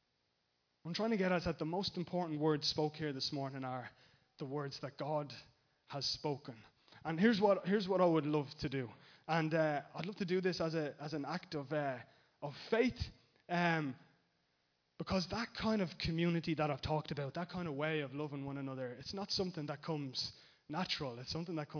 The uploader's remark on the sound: Recorded live in Liberty Church